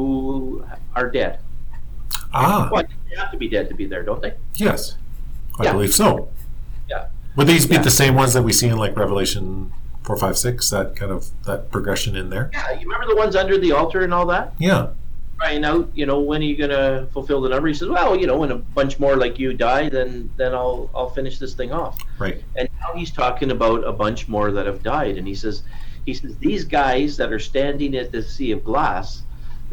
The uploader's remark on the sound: Sorry about the audio in this one